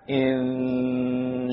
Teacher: Ikhfa seperti namanya, samar. Maka nun tetap dibaca tapi samar-samar. Ada nun tapi samar, tidak seberapa jelas.